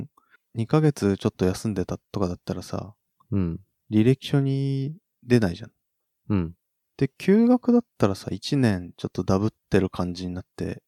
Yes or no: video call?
no